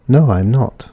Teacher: Slight falling sound on not